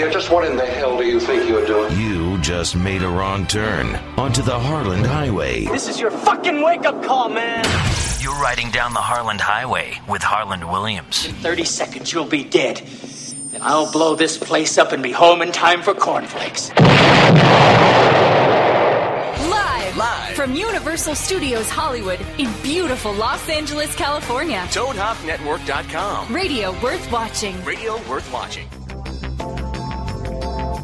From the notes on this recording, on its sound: The live in studio 400th. IN STUDIO AT UNIVERSAL CITY episode. Live calls and webcast.